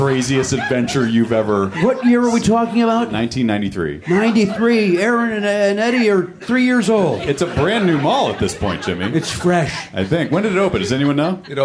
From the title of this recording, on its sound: Live in Minneapolis